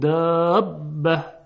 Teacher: ببینید در کلمه دابه باز همینطور دابه بوده، با اول ساکن میشه به خاطر ادغام، میشه دابه، بعد ادغام میکنیم دابه. · Term: ادغام کبیر